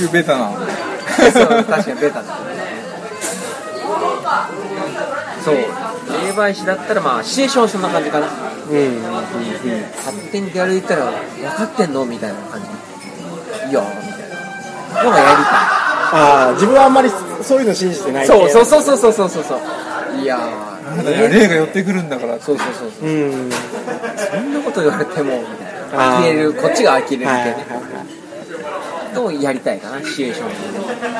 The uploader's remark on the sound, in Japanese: 夜の飲み屋でその会話は始まりました。ちなみに居酒屋収録なので、色々と雑音が混じってます。